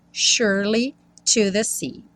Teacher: o S tem um som de X, sh, sh, sh, e o E do meio não é pronunciado. Então, assim que você enrola a língua no R, sure, você já vai para o li.